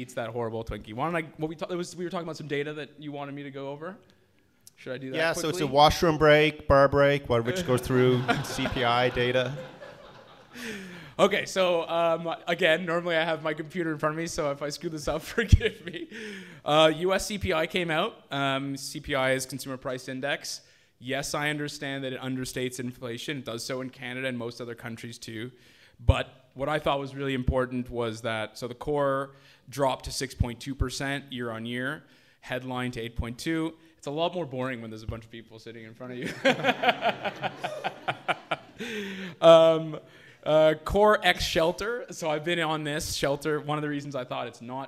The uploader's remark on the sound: This episode was recorded live in Vancouver!